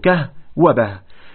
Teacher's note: إنما جئتم بالاسم ولم تلفظوا بالحرف، وقال أقول كه وبه، يعني بهاء وقعت في آخر النطق به ليعتمد عليها اللسان عند النطق